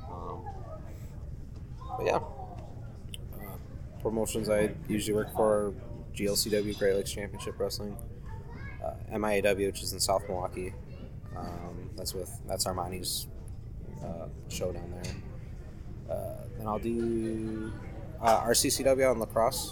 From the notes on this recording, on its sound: I apologize for the mixing, but we were on a stage, and my dumb-ass forgot to bring stuff to use more than one mic.